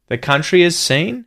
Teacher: We're also doing some linking here. H deletion with has after country.